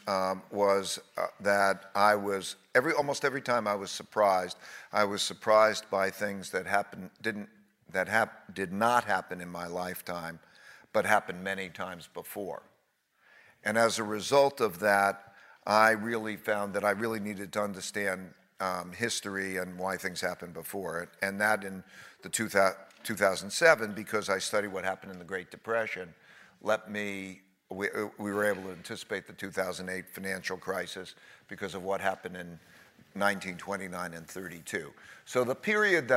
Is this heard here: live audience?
yes